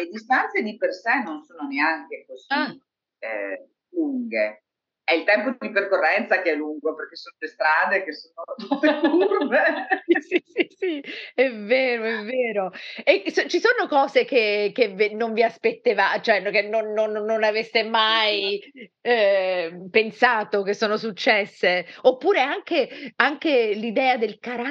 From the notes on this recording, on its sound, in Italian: Ci scusiamo per la qualità audio del collegamento